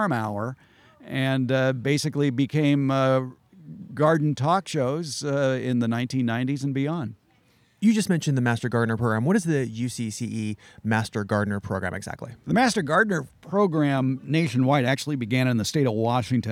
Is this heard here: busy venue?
yes